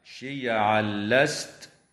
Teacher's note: ويدغم التنوين في اللام من غير غنة في قوله تعالى: شيعا لست